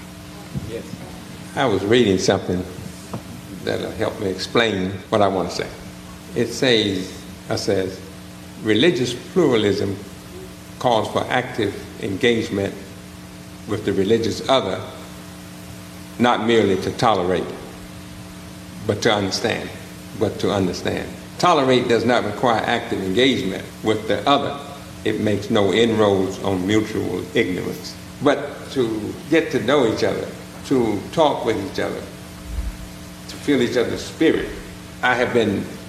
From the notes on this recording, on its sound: Invited their congregations to come together in person, on May 11, 2022, to record a live podcast. Be aware, there are two brief interruptions in the recording.